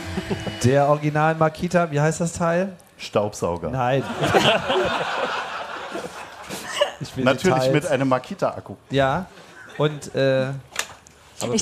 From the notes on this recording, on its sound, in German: Camp2019. Der Freak Show Podcast live on stage.